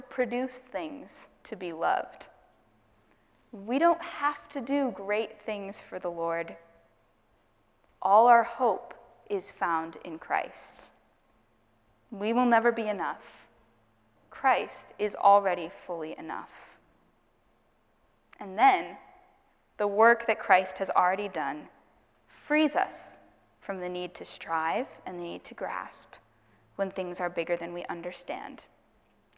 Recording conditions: large echoing room